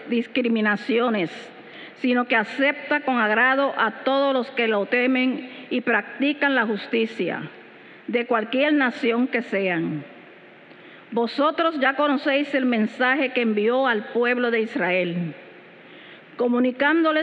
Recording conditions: large echoing room